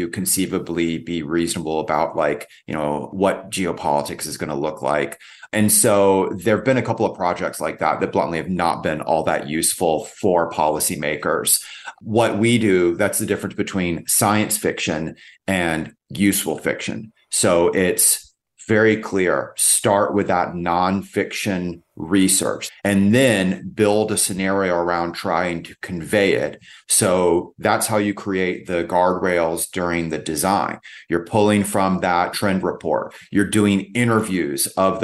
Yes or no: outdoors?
no